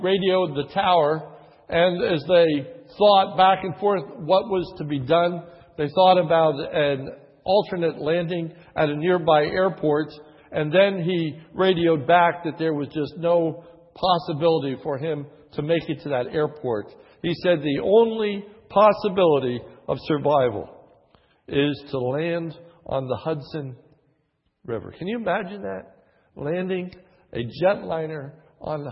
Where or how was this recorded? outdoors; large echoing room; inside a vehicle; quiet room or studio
large echoing room